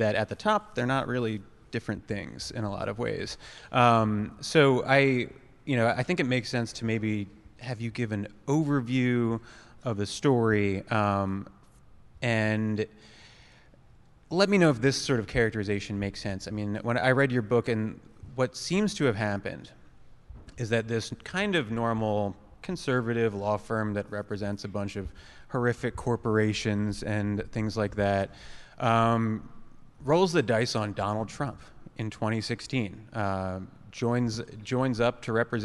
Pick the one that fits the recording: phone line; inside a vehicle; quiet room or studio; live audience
live audience